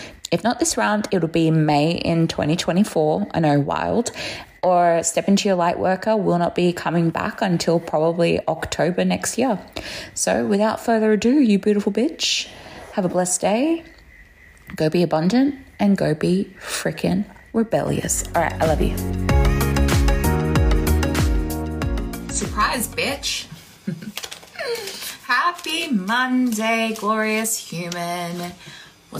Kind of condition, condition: fault, phone or laptop microphone